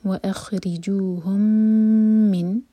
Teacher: امٹی میم کے بعد میم آ رہا ہے، ادغام شفوی، میم کو ہولڈ کریں گے